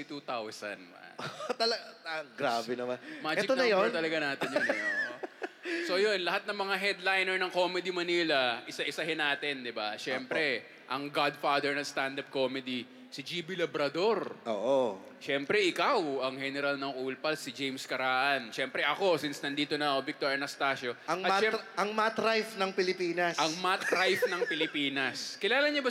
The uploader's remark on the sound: Hear For It! LIVE Recording. Kasi first time magkaroon ng podcast festival dito sa Pinas - Hear For It!